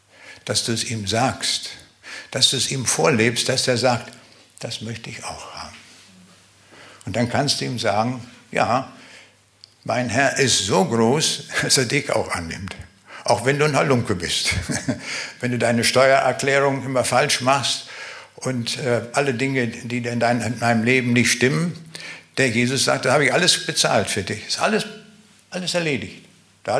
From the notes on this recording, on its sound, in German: Live Mitschnitt in Zavelstein.